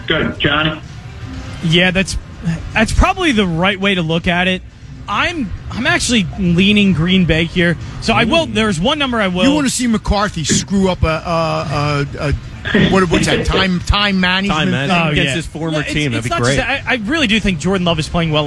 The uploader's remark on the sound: LIVE from the Parx Casino Sportsbook